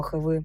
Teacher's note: ми у цьому слові чуємо «хви», а це особливість південно-східного наріччя української мови